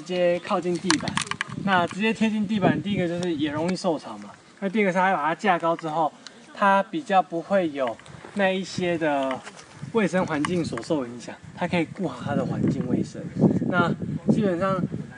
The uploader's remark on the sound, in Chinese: 社寮東砲台(本部分有實境走訪錄音！)。槓子寮砲台(本部分有實境走訪錄音！)。